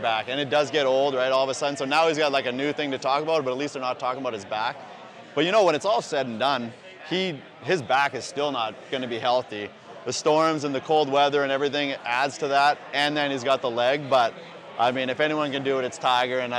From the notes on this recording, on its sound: Live from Savannah Brewing Co. In Augusta.